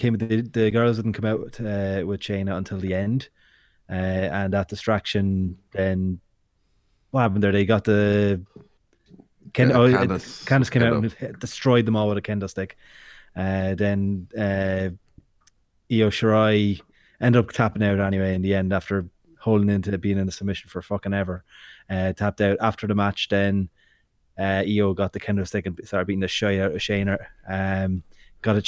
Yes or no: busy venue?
no